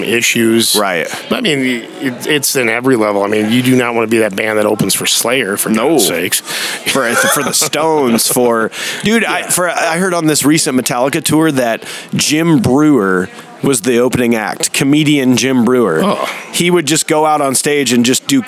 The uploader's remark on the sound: Live from the Eagles Club